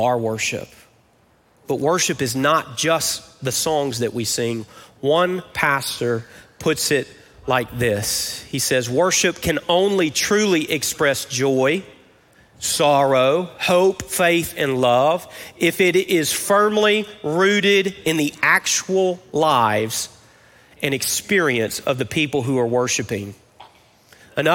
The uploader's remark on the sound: Recorded live at Brookwood Church on 08.06.23.